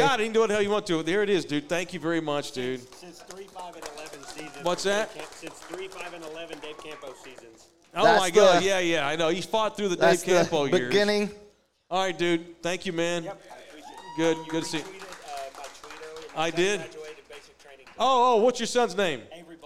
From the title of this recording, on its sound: Live from Sam's Burger Joint